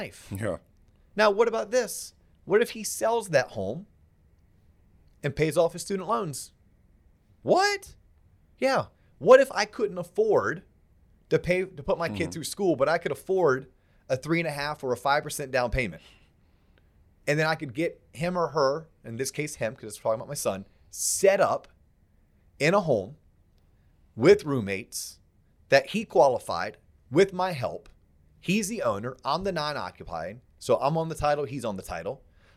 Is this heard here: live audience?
no